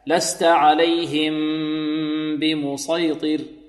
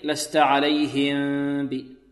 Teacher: إخفاء مع الغنة، غنة كاملة · Shown in: first take